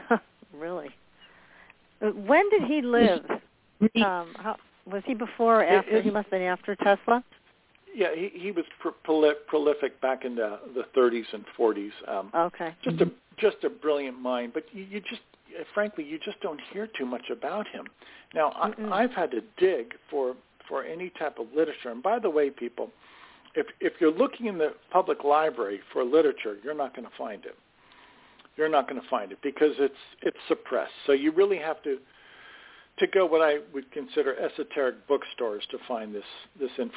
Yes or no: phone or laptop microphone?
no